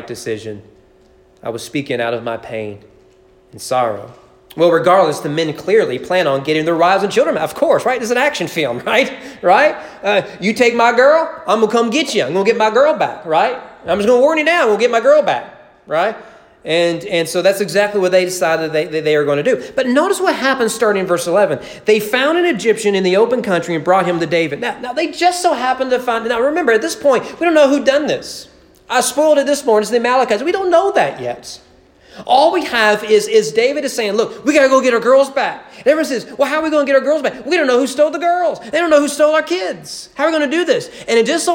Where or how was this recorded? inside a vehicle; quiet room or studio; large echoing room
large echoing room